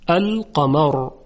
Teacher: حرف را در وقف ساکن میشه، چون قبلش مفتوحه تفخیم میکنیم. القمر، اما اگه وصلش کردیم وانشق القمر و این، در اونجا هم باز تفخیم میشه.